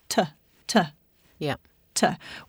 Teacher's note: So, for example, to make a T sound, you have to stop when the articulation contact happens between the tongue tip and the little bumpy bit above your teeth, and then you only get the toe when you release the sound, t, whereas a fricative is made with friction between two articulators. · Term: plosives